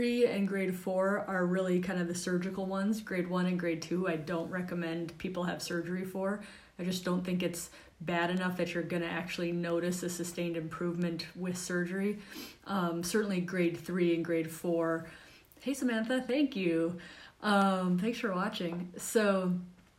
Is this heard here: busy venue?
no